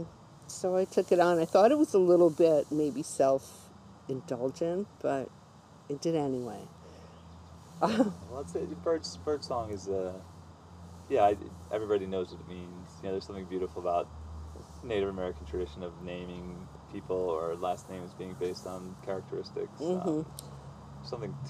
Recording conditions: sounds in the background